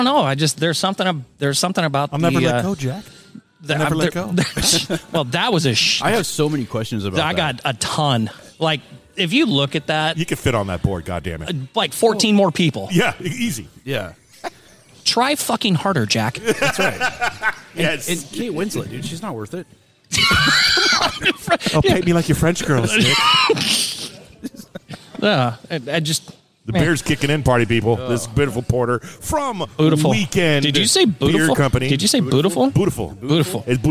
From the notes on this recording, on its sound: As we record on location at Weekend Brewing Co. In Grants Pass, Oregon!